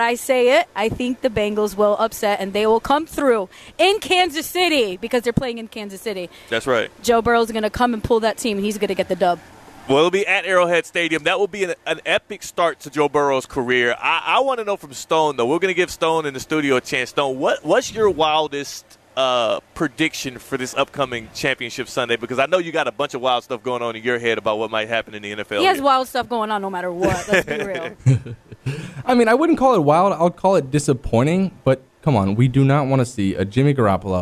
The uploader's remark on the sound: Live from the Gainbridge LPGA. At the Gainbridge LPGA at Boca Rio.